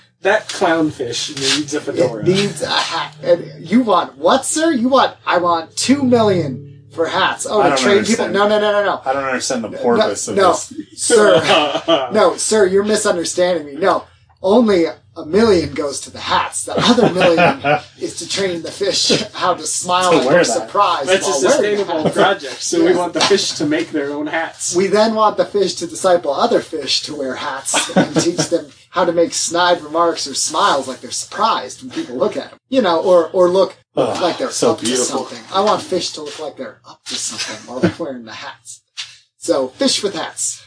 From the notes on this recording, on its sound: Sadly the audio failed